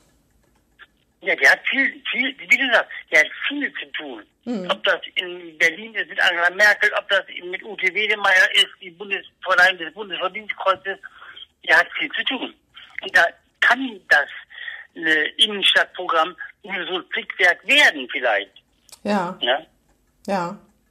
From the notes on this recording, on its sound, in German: Findet urlaubsbedingt in dieser Woche wieder per Telefon-Schalte statt. Dieses Mal zur Hälfte live aus Wien.